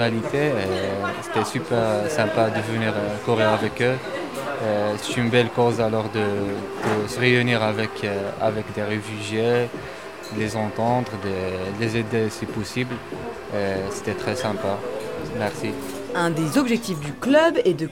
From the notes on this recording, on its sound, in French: Même sous la pluie, le club de running le l’association des amis des migrants suédophones en France se réunit, dans un parc du 19e arrondissement de Paris. Alors équipés de leurs bonnets, gants et kaway, les coureurs s’élancent.